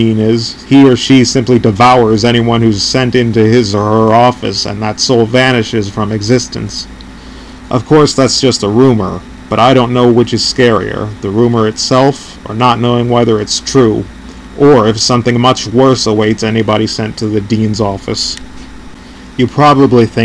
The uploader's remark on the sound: I had to delete and redo this episode due to an unfortunate chain of events. I apologise for any background noise or other nuances you might hear, as this is my first podcast ever and I'm still figuring this out.